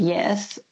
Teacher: I think mine sounds like an eh, but some people might hear me and think it sounds more like an at. · Term: the E vowel